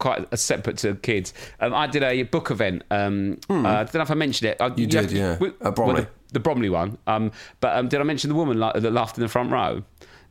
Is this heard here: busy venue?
no